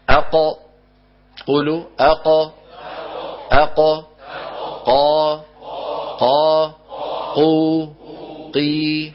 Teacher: القاف تخرج من أقصى اللسان مع الحنك اللحمي